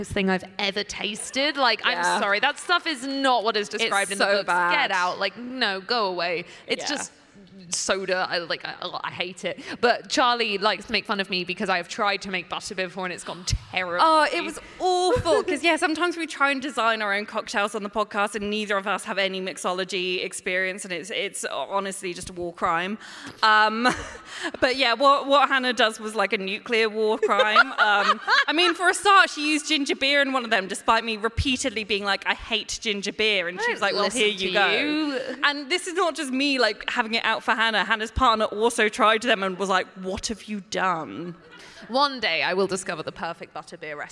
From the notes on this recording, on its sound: LIVE FROM LEAKYCON! Including the Leakycon staff who LET US DO IT LIVE AT LEAKYCON!